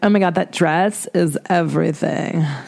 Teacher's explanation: She talks a lot of vocal fry.